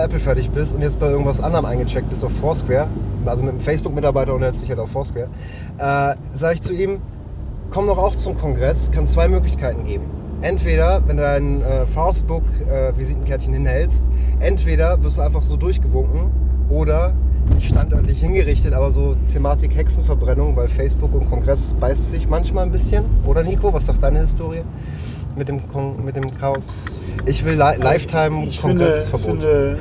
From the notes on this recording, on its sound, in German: In hamburgs straßennetz. Auf den mitfahrersitzen. Mit ungefragt dezenter stadtführung, guten ps unter der haube.